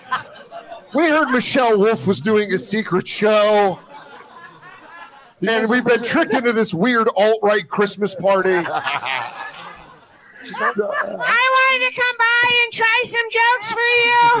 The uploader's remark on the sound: This years Yankee Swap is LIVE from the Comedy Cellar Fat Black Pussycat Bar